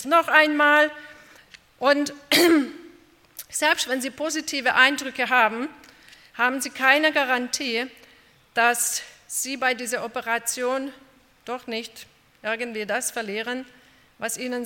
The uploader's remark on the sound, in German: bei einer Veranstaltung der Liebenzeller Mission